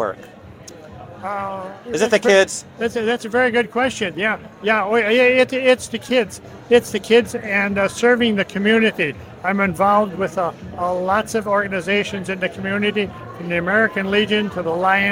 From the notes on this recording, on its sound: From outside the ISSA Show North America 2023 trade show floor.